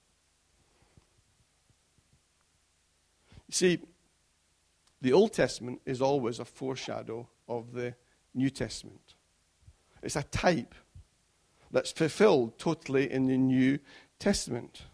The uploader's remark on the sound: Recorded at freedomcentre church, Preston on Sunday 21st February 2016